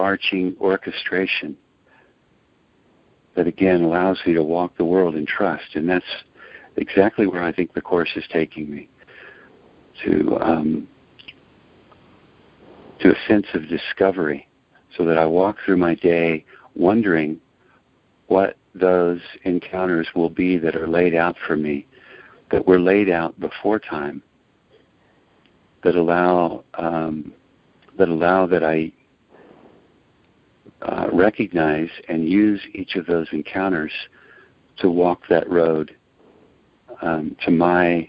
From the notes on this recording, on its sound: ACIM Daily TEXT Conference Call